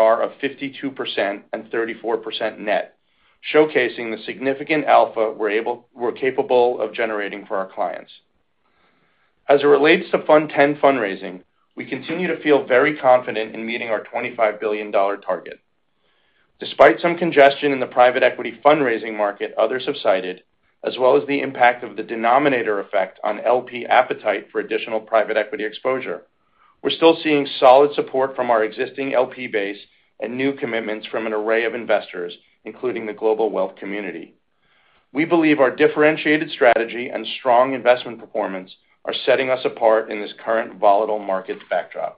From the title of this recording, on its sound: Earnings Conference Call